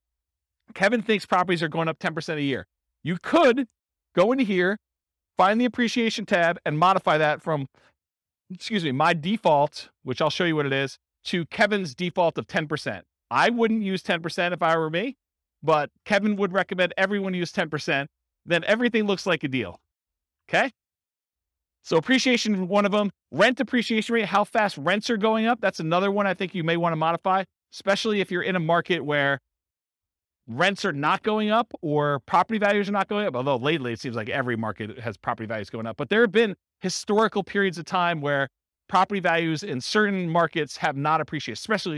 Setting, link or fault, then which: setting, live audience